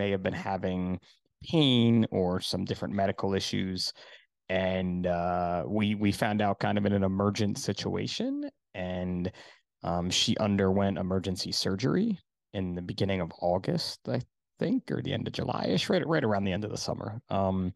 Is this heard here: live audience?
no